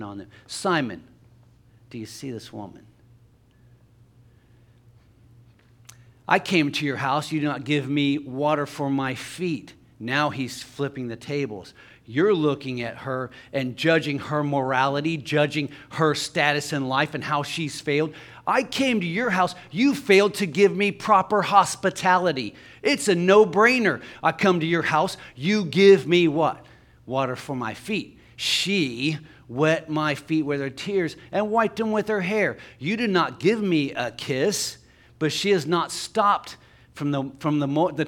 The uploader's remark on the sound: LIVE Services at Sunshine